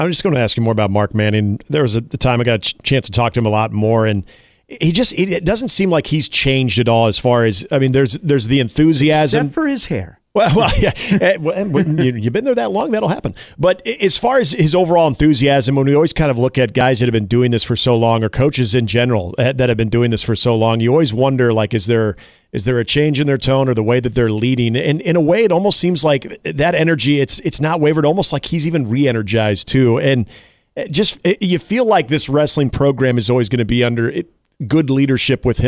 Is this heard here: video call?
no